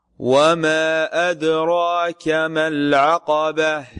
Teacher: الألف التي بعد الراء هذه مفخمة، هذا من الأخطاء أنه يفخم الراء ولا يفخم الألف التي بعدها، أو يفخم الحرف المفخم ولا يفخم الألف التي بعده.